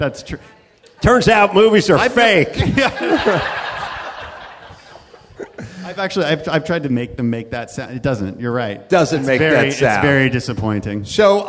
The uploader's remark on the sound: Live from the Houston Improv